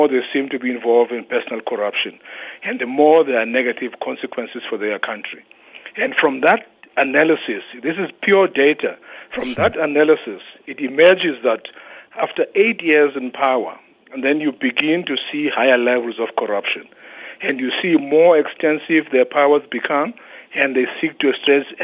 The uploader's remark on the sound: To discuss this further we are joined on the line